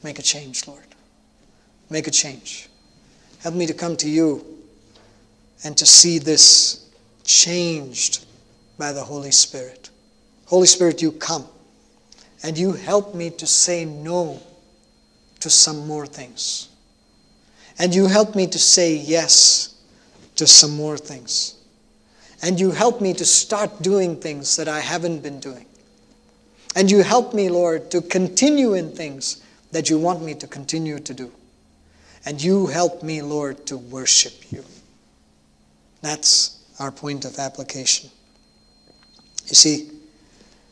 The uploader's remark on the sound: at New Life Fellowship Church, Concord, NC, on Sunday, January 9, 2022